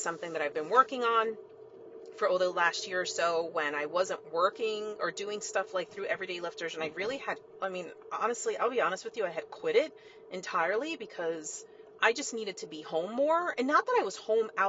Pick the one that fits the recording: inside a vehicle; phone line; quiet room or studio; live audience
inside a vehicle